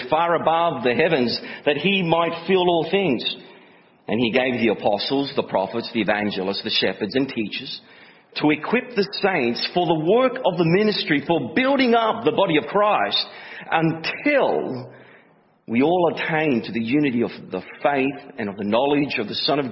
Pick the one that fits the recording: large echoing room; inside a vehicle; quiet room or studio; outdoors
large echoing room